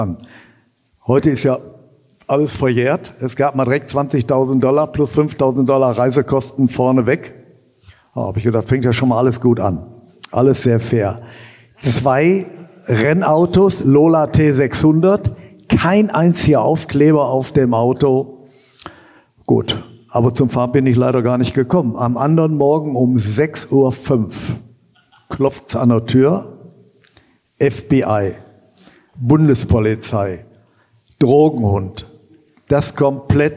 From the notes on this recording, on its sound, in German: Endlich meinen ersten großen Livepodcast zu veröffentlichen. Meinen knapp 400 Zuschauern. Auf der Bühne präsentieren zu dürfen.